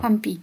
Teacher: Pero en verdad hay que escribirlo con N y decirlo con M.